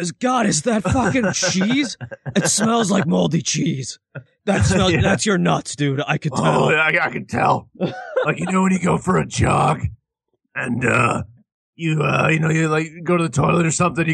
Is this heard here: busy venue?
no